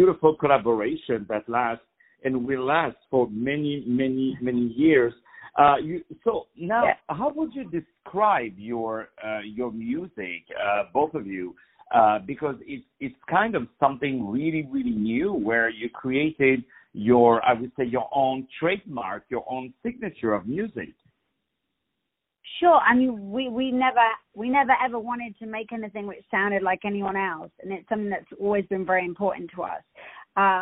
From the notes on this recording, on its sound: On the phone